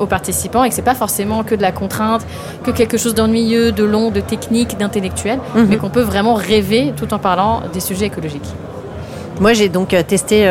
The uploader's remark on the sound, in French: Cet épisode a été enregistré lors du Salon Heavent grâce à la participation d' EPHEMERE SQUARE qui a accueilli notre studio mobile dans ses structures temporaires éco-responsables et aux moyens techniques mis à disposition par NOVELTY .